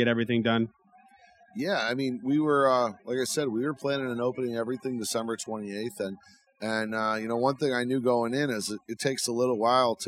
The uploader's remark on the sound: We are back with our first ever episode on the road! We recorded this episode from the world’s largest sportsbook inside the brand new Circa Resort & Casino in Downtown Las Vegas.